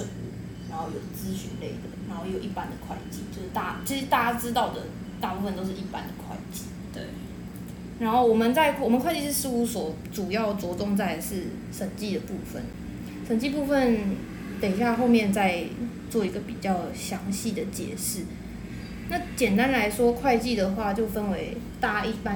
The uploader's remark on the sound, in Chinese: 第一次錄音因為收音問題也讓窗外的朋友們一起加入了！雜音過多時請大家把他們當作大自然的一部份～。